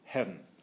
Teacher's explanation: If there were no apostrophe, it would sound exactly the same, but your mind would process it as a single syllable. So Dryden and Milton and probably Pope pronounced heaven mentally as a single syllable.